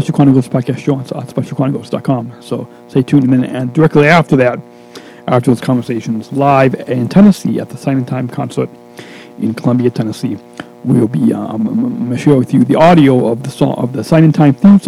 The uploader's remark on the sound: Live In Concert From Tennessee. Is podcasting live from Tennessee at the Signing Time Concert.